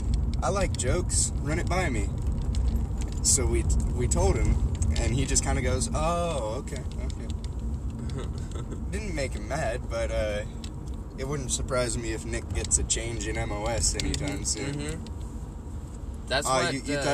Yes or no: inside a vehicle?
yes